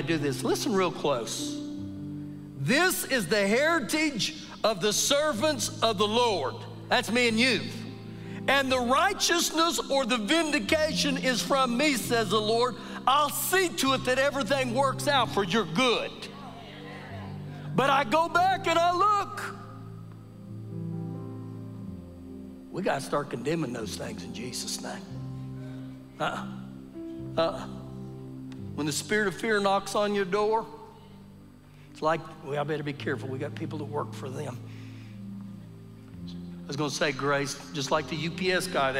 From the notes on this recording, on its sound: Recorded live during our Sunday morning service